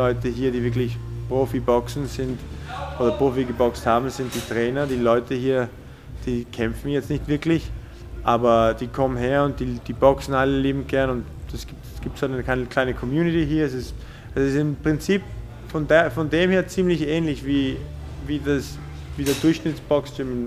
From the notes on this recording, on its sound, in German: Das Interview wurde im Gotham Gym in New York City aufgenommen.